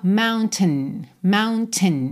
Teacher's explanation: Essa parte final que vem ali entre o T e o N, ela é muito reduzida. Aqui a gente até ouve um pouquinho de vogal, mas soa mountain, mountain.